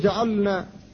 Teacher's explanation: فاللام والنون مخرجاهما متواليان في طرف اللسان، لكن لا ادغام هنا، فلا بد أن تفك سكون اللام فتقول جعلنا، وهنا لا · Term: الفك